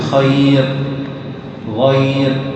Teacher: الياء ساكنة المسبوقة بفتح وكان بعدها راء وقفت عليها تقف بالترقيق · Term: ترقق الراء